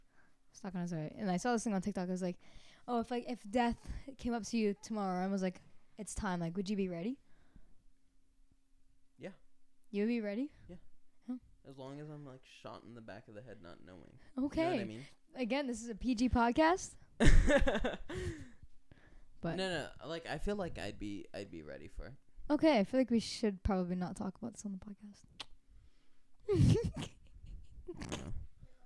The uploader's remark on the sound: please excuse our mic levels, we were all very excited.